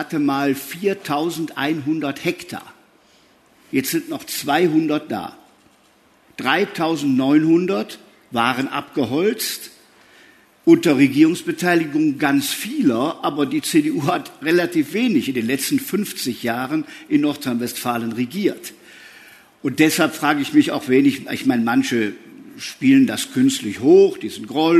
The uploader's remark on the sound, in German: Es wurde im Rahmen der Veranstaltungsreihe „Spiegel Live“ aufgezeichnet, Mitte Oktober auf der Frankfurter Buchmesse.